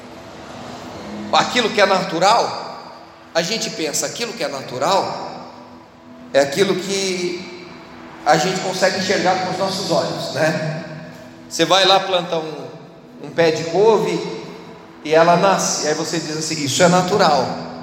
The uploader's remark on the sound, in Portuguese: Você está assistindo culto ao vivo da IEQ Mina do Mato , direto de Criciúma-SC.